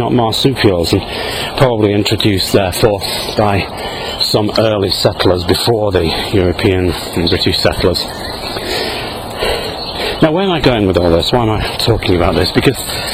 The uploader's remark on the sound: while out walking his dog, Fraser.